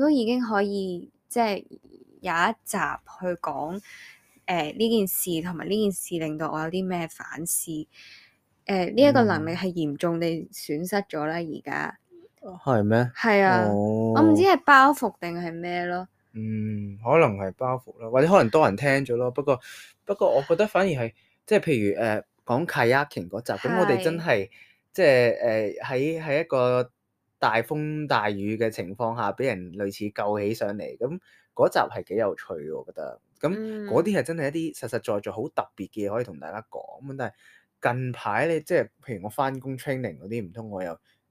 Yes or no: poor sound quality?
no